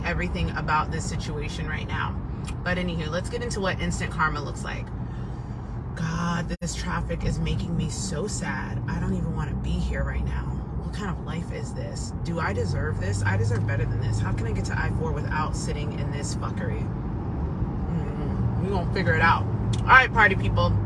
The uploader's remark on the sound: an episode that is uploaded directly from my phone from a voice memo or a live.